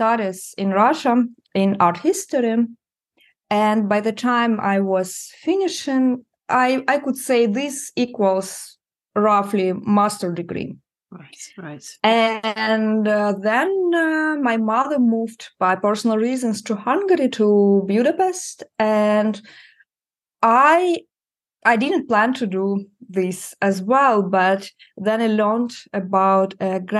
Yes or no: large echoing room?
no